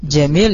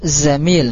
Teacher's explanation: Kalau jim itu makhrajnya di tengah, tengah lidah. Kalau za itu makhrajnya di ujung lidah. Ujung lidah ya.